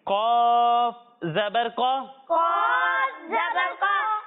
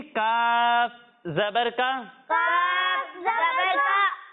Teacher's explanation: ایک حرف ہے قاف اور دوسرا حرف ہے کاف۔ جب ہم قاف کی ادائیگی کریں گے تو اسے موٹا کر کے پڑھیں گے، کیونکہ قاف حروف مستعاریہ میں سے ہے، اور جب ہم کاف کی ادائیگی کریں گے تو اسے باریک پڑھیں گے، یعنی اسے پڑھیں گے قاف زبر قا، قاف زبر قا، اور اسے پڑھیں گے کاف زبر کا، کاف زبر کا۔